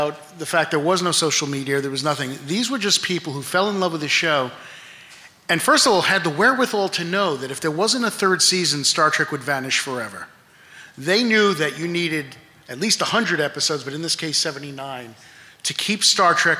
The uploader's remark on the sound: At Star Trek Mission New York, just days before the 50th anniversary. This week’s episode is a recording of the panel.